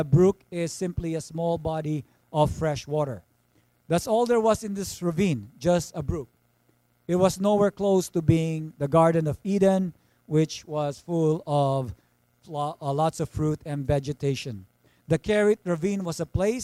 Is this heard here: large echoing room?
yes